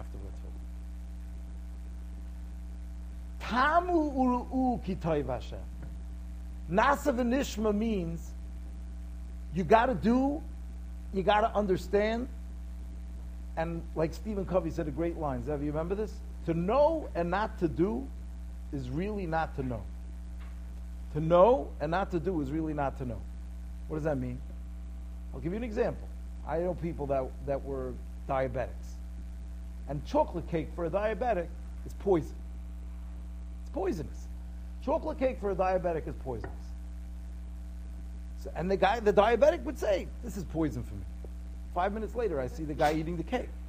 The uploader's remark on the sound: Shiur recorded in Yeshivas Ohr Reuven, Monsey, NY.